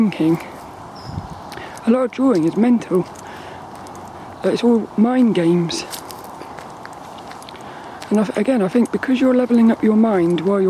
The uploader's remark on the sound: I recorded this one down Saltrum, the local woods, and not only were quite a few people were out walking their lil doggies which makes for some fun social moments. I had all my camera settings wrong.